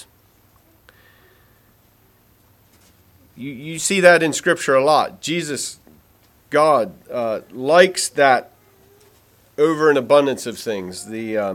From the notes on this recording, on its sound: Message preached at Word of Hope on March 12, 2023